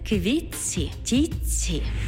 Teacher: У словах «квітці» та «тітці» звук «т» переходить у м'який подовжений звук «ц»